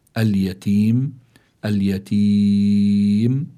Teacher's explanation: مد عارض للسكون، يعني فيه الحركتين والأربعة والست حركات، يعني في الواحد يقول اليتيم اليتيم هذا المراد بالأربعة، اليتيم هذا المراد بالست حركات.